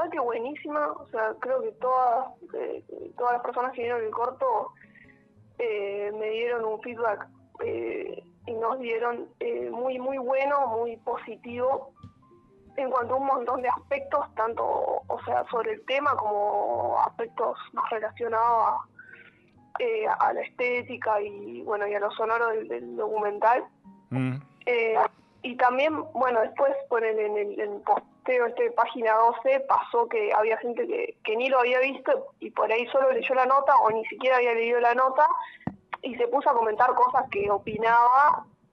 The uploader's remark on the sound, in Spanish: Charla Telefonica